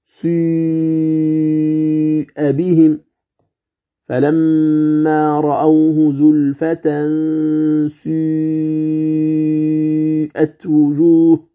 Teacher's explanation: مذهب الشيوع، يعني شيوع الإشمام من أول النطق إلى آخره